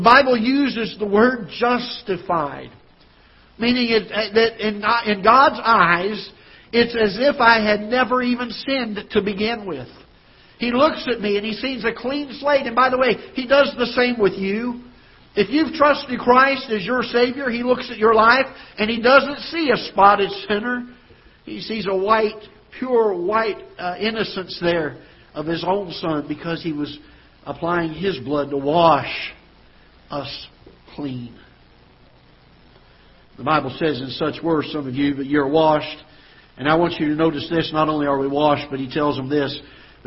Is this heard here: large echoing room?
yes